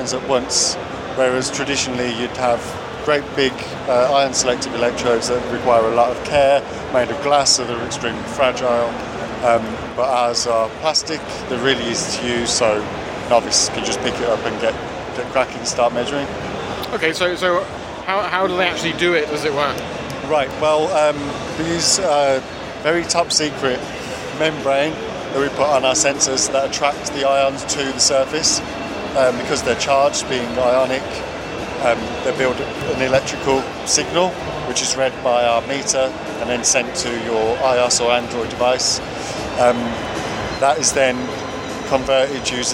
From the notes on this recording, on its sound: CleanGrow’s Nutrient Analyzer at Gadget Show Live. Tells me more about it at Gadget Show Live.